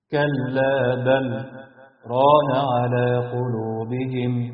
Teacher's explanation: وفي استثناء من القاعدة دي في بل راء اللي في سورة المطففين، مش هيحصل إدغام لأن هنا في حكم اسمه السكت، والسكت يمنع الإدغام، وهتقرأ كده: كلا بل ران على قلوبهم.